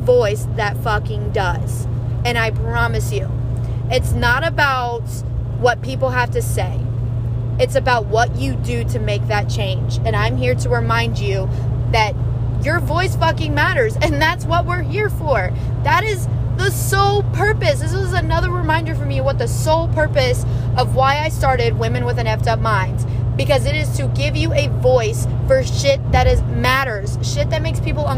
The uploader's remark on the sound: Sorry for the background noise too.